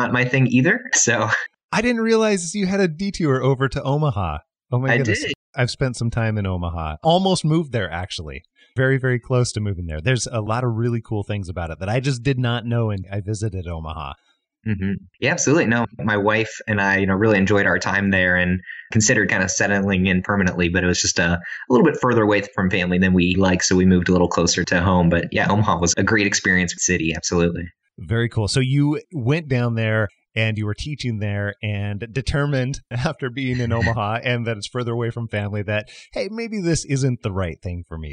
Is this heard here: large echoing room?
no